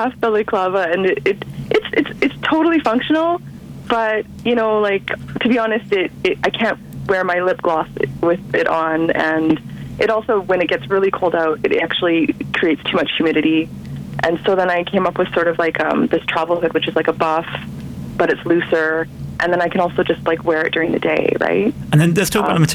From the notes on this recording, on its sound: on the phone for the February edition of Bike Bits